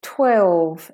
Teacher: So the L is 12. It's not a, it's a dark L, so it's not all the way up.